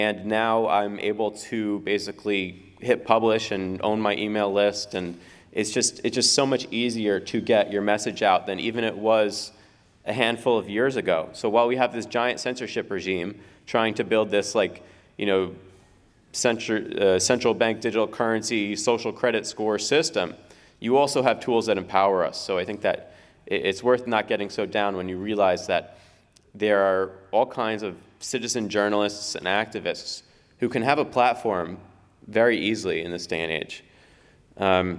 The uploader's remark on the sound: speaks at the Ron Paul Institute's Summer 2023 Conference in Houston